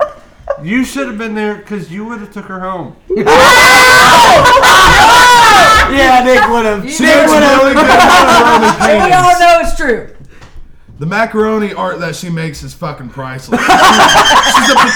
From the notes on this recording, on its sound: Not match your audio levels. A very loud and raunchy episode that's what!